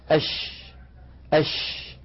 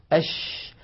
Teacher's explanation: تجدون بأن صوت حرف الشين ينتشر الصوت في الفم أش. سمى العلماء هذه الصفة التي تميز بها حرف الشين عن غيره من الحروف بصفة التفشي، والتفشي في اللغة العربية الانتشار.